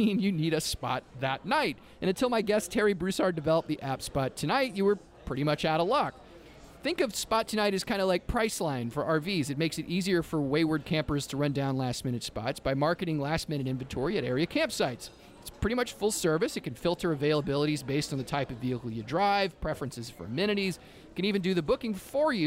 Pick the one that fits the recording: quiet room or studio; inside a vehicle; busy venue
busy venue